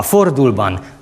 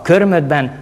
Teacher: Azt mondjuk tehát, hogy ez az ormánynyúlásnak becézett szabály, egy hangkörnyezet által kondicionált nyújtószabály. Az o, ö megnyúlik r és más hangzó előtt.